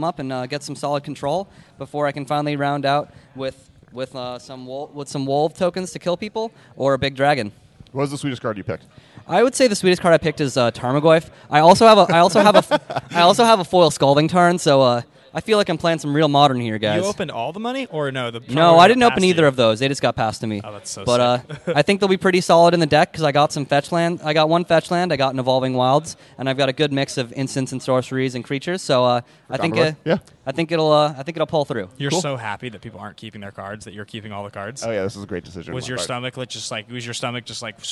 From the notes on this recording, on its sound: Coming to you live(ish) from Hi De Ho Comics in Santa Monica